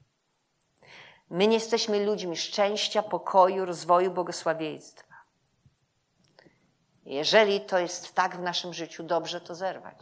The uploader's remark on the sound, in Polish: Kazanie zostało nagrane podczas spotkania Makrogrupy NOF Church 9.